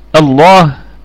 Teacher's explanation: اللام مفخمة لأن ما قبلها مفتوح